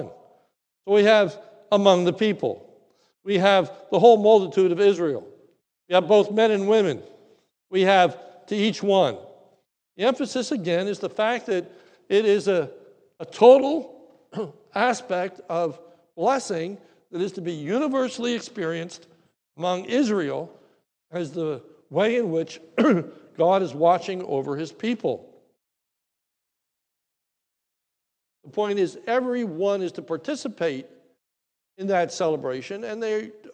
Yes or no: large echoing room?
yes